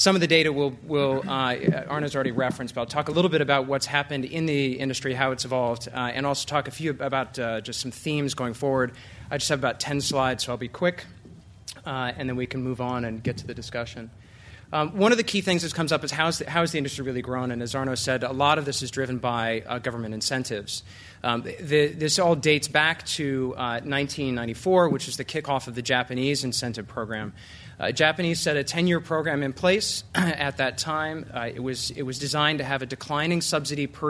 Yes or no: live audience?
yes